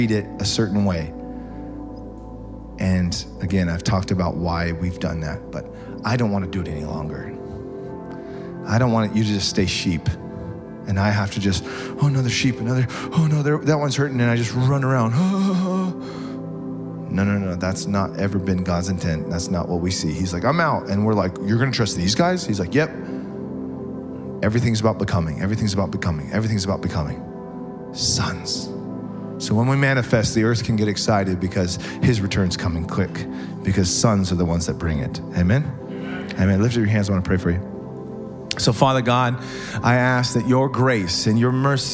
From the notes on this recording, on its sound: SOZO Church, Belfair Washington